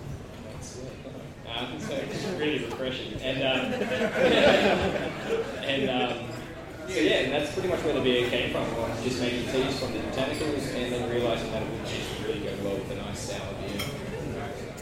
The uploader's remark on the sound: The episode was recorded at Beermash in Sydney Road, Collingwood.